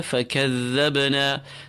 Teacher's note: The thal, nice and smooth, you have to hear it. It's a voiced letter.